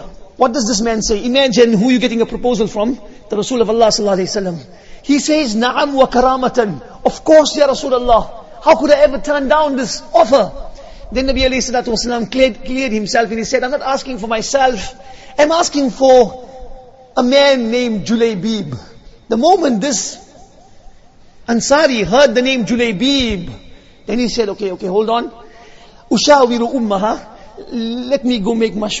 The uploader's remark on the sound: Jumuah lecture